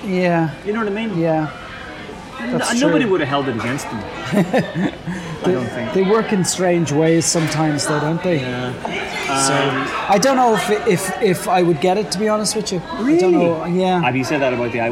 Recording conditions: background noise